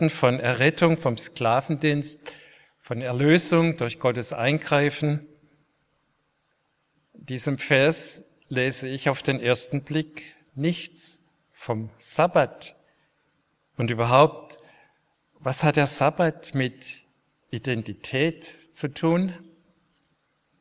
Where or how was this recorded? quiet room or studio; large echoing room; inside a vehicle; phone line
large echoing room